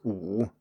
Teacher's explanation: the third tone is a falling rising tone when it is pronounced in isolation, such as when saying a single word with a single syllable, such as 五, the number 5.